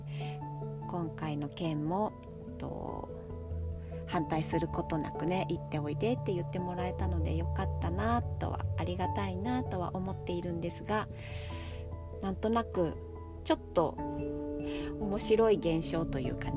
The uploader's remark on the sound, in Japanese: いつもの河川敷で録音しております。